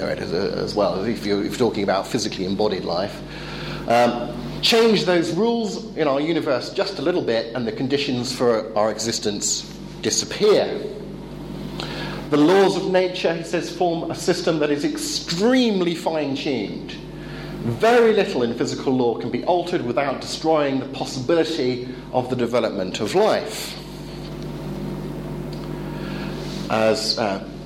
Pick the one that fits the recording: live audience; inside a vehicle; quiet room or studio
live audience